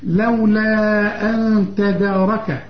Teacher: لولا مد أربع حركات